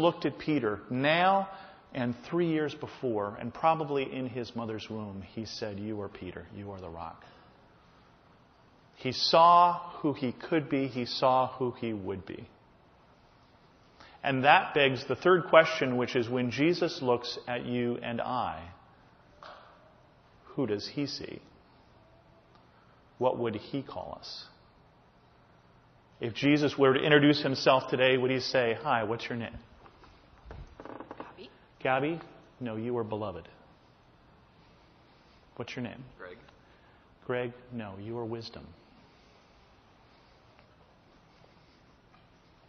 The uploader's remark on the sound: This is a sermon I just preached at my home church.